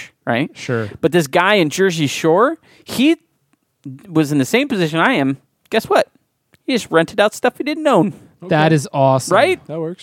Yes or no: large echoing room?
no